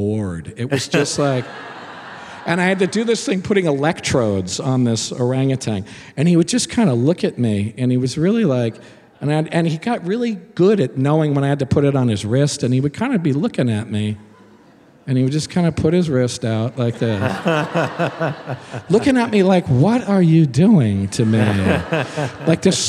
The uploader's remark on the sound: Recorded live at the Murmrr Theater in Brooklyn, NY.